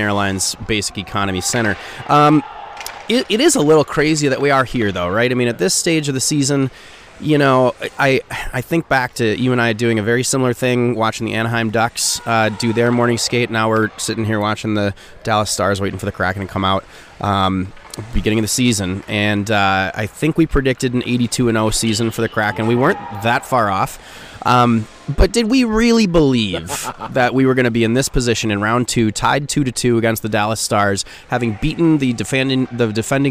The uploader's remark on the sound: from morning skate at American Airlines Center in Dallas